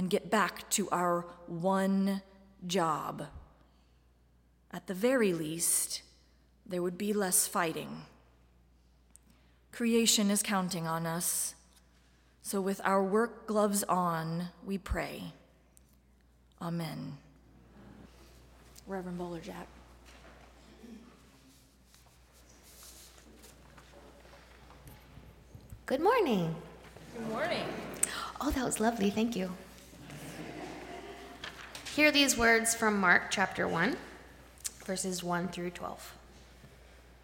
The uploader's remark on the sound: Live-streamed from the sanctuary of Mayflower Congregational UCC in Oklahoma City.